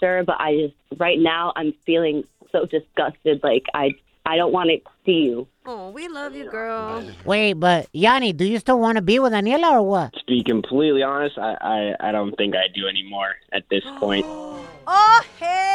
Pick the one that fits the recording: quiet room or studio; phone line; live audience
phone line